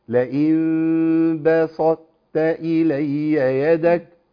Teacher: ناخد بالنا من بقاء صفة الإطباق والاستعلاء حال الدخول في التاء